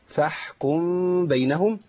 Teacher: وعندي إخفاء الميم في الباء